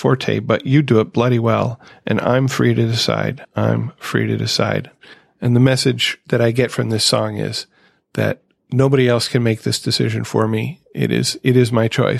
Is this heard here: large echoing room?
no